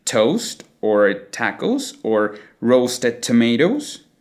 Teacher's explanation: we have a very plosive, strong T sound